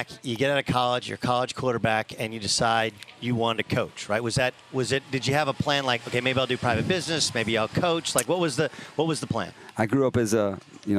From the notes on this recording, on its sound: LIVE from the LA Chargers Training Camp! Live from Costa Mesa, California!